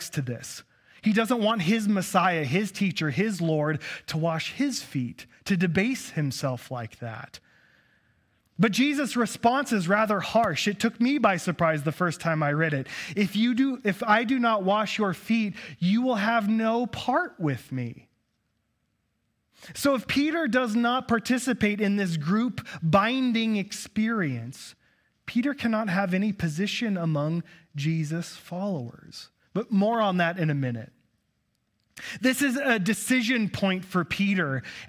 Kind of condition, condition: setting, large echoing room